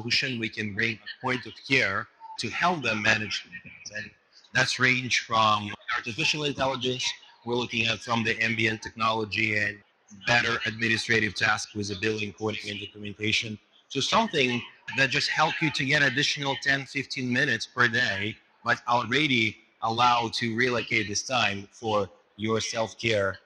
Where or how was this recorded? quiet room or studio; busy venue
busy venue